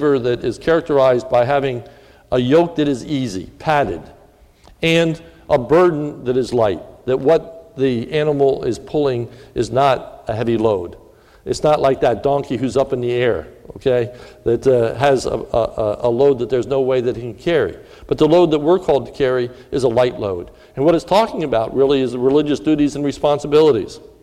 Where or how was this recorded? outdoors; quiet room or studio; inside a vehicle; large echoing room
large echoing room